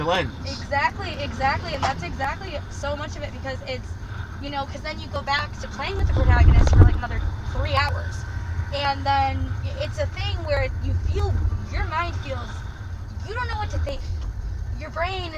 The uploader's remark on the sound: No Longer Apart is recorded in a Model S Tesla rideshare in NYC. No one expects the worlds only Tesla mobile podcast studio to show up as their Uber or Lyft. Each live audio recording is then paired with 4K driving footage from a camera mounted on the car.